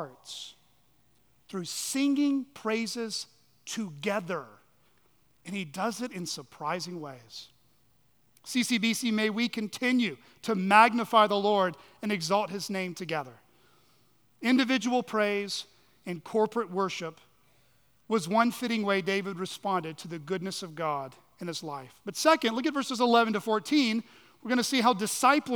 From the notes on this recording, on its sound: on the morning of June 11, 2023, at Chaffee Crossing Baptist Church in Barling, AR.